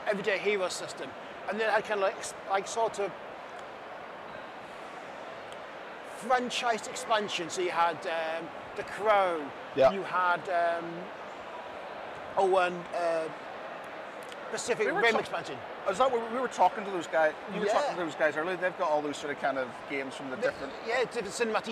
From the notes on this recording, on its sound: On a shorter-than-usual podcast (as it was live at the event). At UKGE 2023 in the NEC.